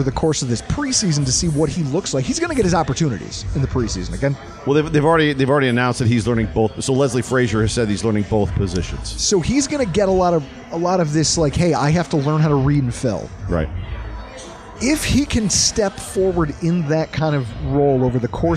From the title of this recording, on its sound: LIVE from Oneills Stadium Inn